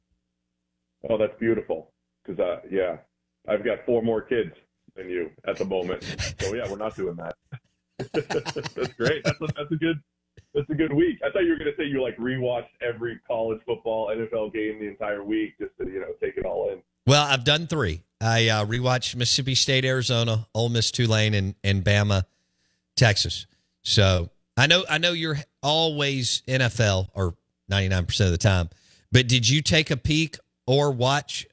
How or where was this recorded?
phone line